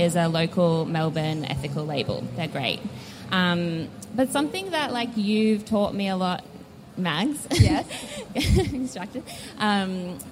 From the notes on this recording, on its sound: LIVE episode recorded as part of this year’s Melbourne Fashion Festival. We took to the public stage.